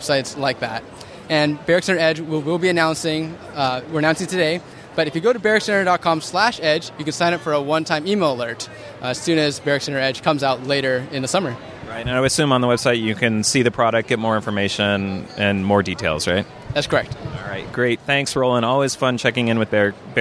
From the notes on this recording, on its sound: A special episode of the Maccast with interviews from the expo floor at Macworld/iWorld 2014.